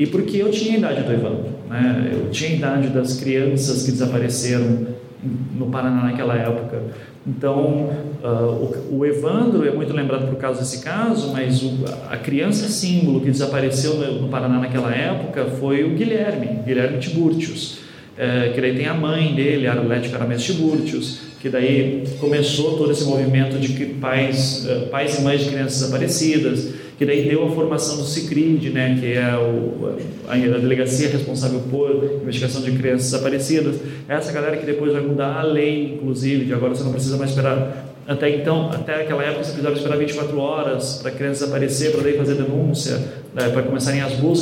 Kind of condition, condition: setting, live audience